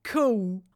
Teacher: das L gerade am Ende von Worten ausgesprochen wird wie ein W